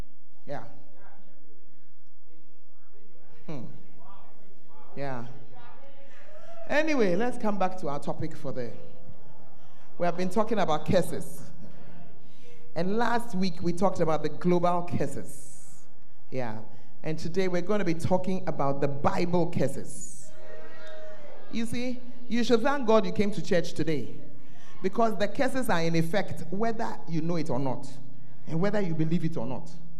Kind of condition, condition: setting, large echoing room